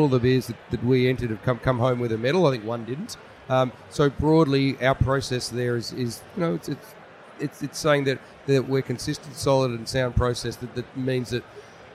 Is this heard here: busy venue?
yes